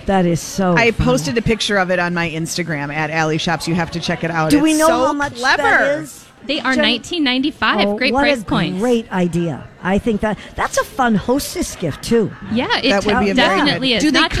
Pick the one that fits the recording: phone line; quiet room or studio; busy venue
busy venue